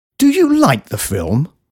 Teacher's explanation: Wenn man allerdings Zweifel anmelden oder Ironie zum Ausdruck bringen will, kann man bei einer Frage auch mit der Stimme heruntergehen